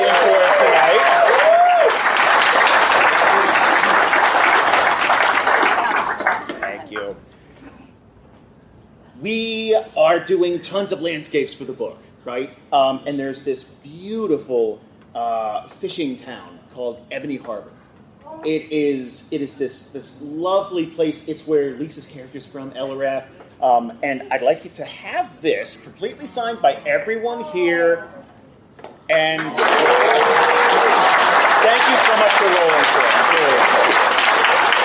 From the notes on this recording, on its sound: Dragoncon 2019 Live Show. Our annual live show from Dragoncon 2019.